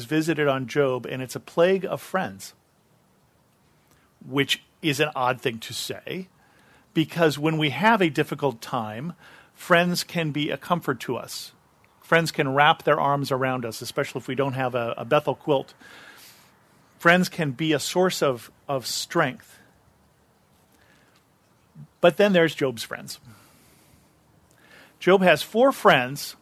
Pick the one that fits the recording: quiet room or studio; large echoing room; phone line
large echoing room